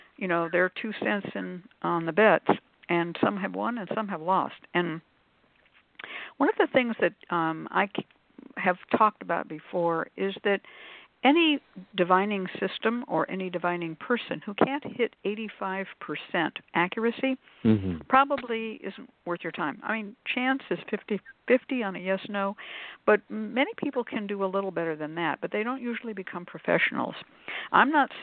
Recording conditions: phone line